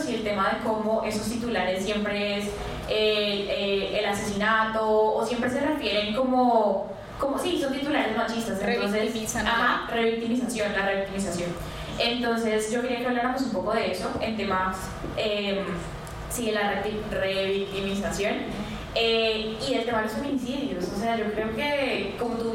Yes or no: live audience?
yes